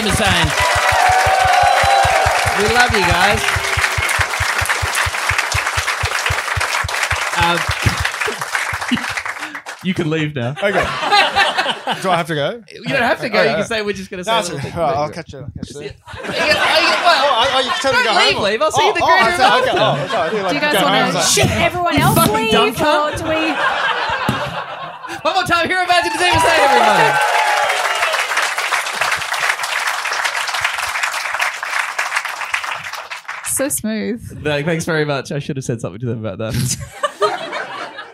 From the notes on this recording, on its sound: Live at Comedy Republic in Melbourne. Bonus live segment.